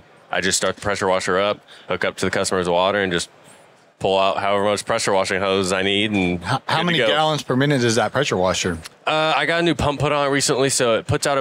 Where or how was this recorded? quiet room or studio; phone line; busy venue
busy venue